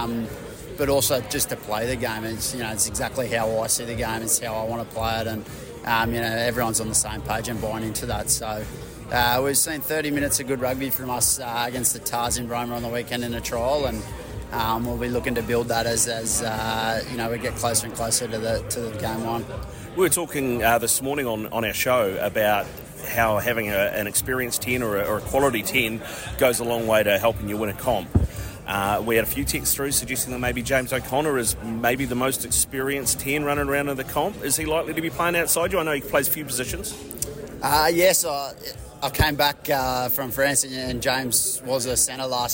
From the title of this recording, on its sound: at the Super Rugby season launch